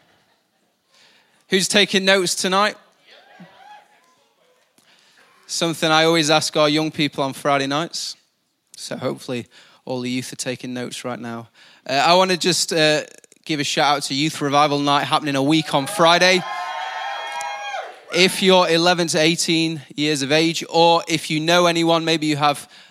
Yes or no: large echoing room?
yes